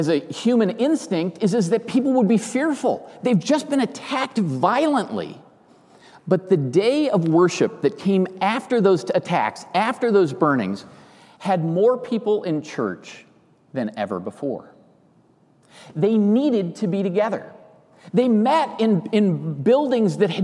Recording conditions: large echoing room